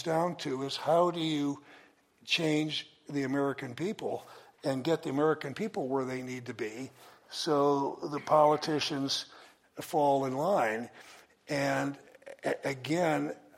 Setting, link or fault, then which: setting, live audience